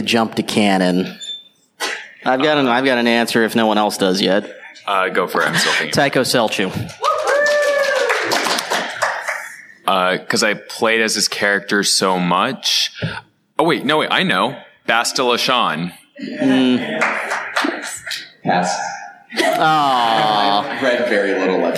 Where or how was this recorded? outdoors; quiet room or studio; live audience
live audience